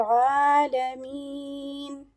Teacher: Bul should be lighter, okay, bul, lam has tawassut. Alameen, ayn will be two haraka long, has to be pronounced from the middle of the throat